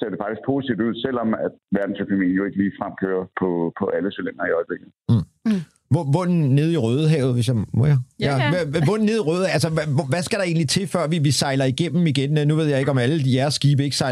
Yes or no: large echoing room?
no